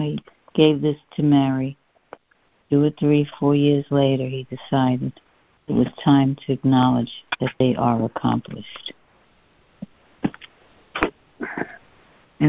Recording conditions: phone line